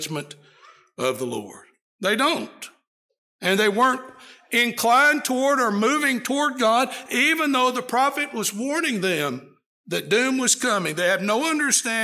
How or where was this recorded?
large echoing room